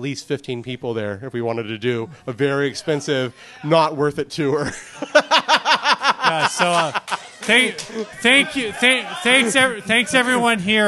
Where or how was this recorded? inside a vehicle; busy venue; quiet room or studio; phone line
busy venue